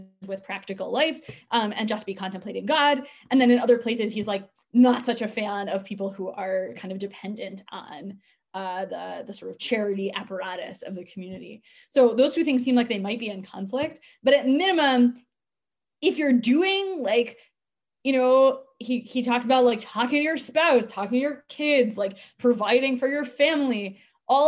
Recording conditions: video call